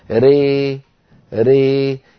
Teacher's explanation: هذه ليست بياء وليست بألف خالصة، هي ألف مخلوطة بياء بنسبة واحدة. يعني بعبارة أخرى بنقول 50% ألف و50% ياء. · Term: الإمالة الكبرى